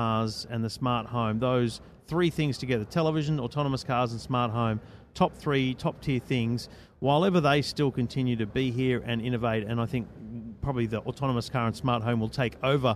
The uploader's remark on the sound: Live from CES 2017 in the EFTM Studio.